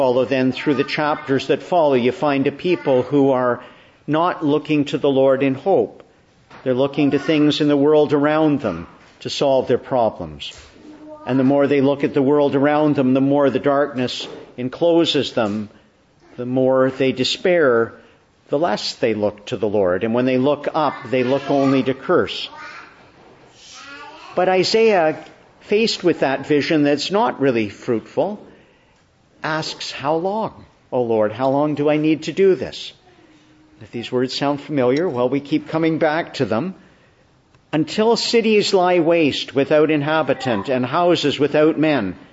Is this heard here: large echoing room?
yes